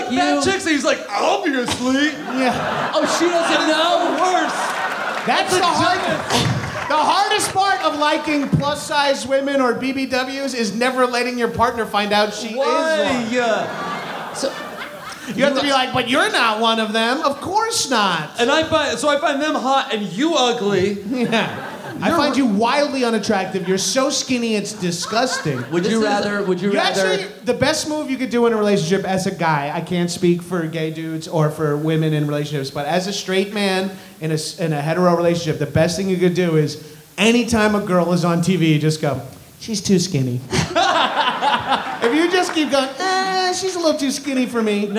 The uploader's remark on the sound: Live in Montreal! Live at Just For Laughs comedy festival in Montreal!